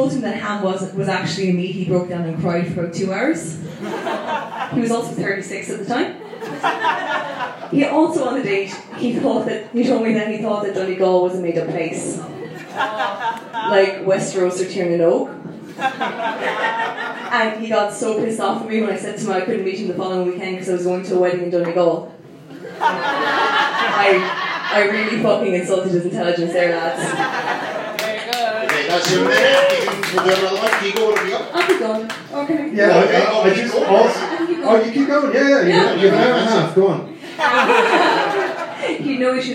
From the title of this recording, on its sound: Live in Dublin